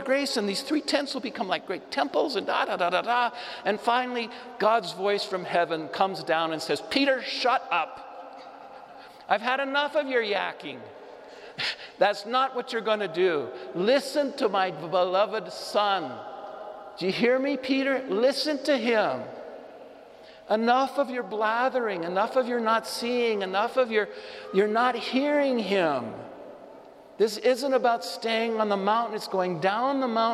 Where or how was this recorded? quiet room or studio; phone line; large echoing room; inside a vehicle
large echoing room